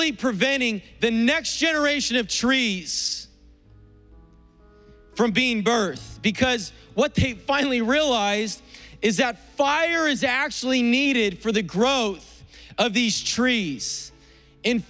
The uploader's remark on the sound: was preached on April 25th at the 10AM service.